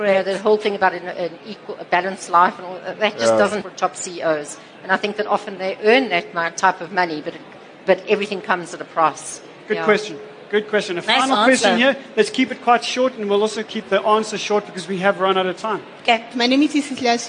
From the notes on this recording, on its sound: Our #FutureCEOs audience got to do just that during this interactive Career Advancement Masterclass, during LeaderEx 2016 at Sandton Convention Centre.